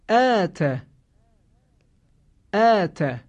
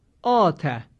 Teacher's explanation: اگر این کلمه رو بخوانیم آت، این غلط هستش. صدای کشیده آ باید نازک و کم حجم تلفظ بشه · Shown in: first take · حالا اینجا عرض می‌کنیم، اگر بعد از حروف ترقیق صدای کشیده آ قرار بگیره، صدای کشیده آ هم به پیروی از حروف ترقیق باید نازک و کم حجم تلفظ بشه